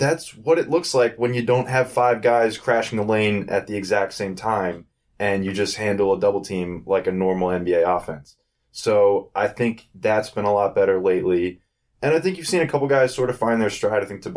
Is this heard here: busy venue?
no